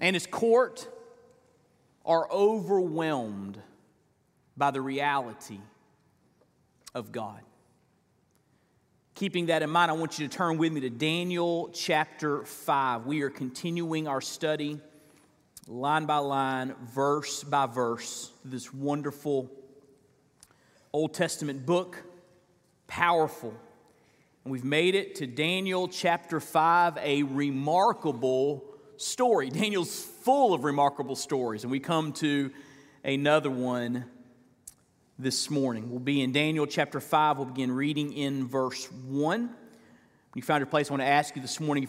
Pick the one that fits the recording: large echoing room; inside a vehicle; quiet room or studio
large echoing room